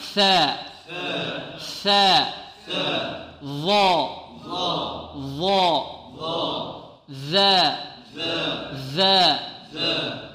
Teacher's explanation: ثلاث حروف تخرج من طرف اللسان مع طرف الثنايا العليا، وهي الثاء والظاء والذال